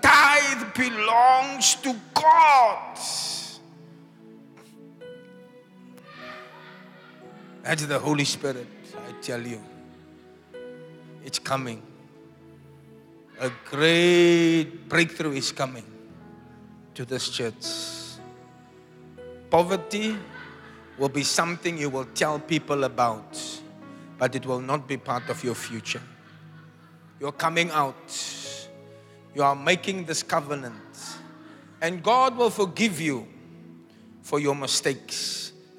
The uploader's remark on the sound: Preached at the Zion sanctuary, Cape Town on the 23 April 2023